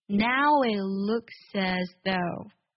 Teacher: it looks as though 这几个单词过渡的时候呢特别快，这里有很多连读省音